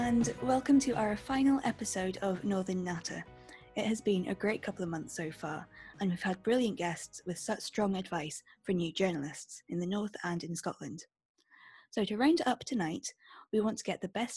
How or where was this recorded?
video call